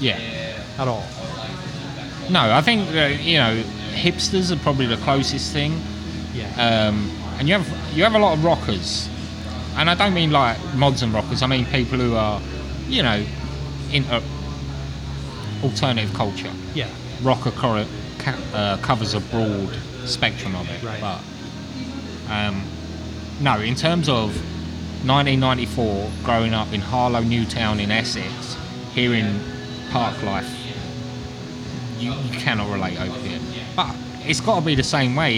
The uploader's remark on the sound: In our first of many field recordings, we travel to Louisville, Kentucky. This episode was recorded onsite at Haymarket Whiskey Bar who were gracious enough to let us sit in and record.